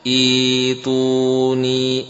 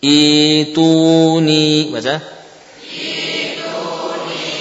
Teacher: Tidak, ya, diganti hamzahnya dengan huruf ya. Jadi hamzahnya dihapus, ya, dirubah menjadi suara huruf ya sukun atau huruf mad.